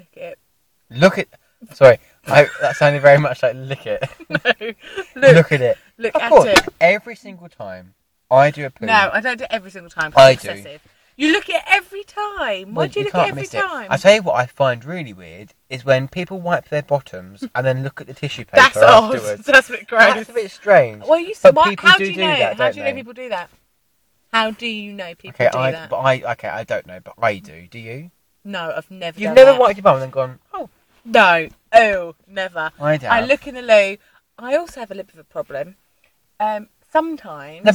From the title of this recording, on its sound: in my car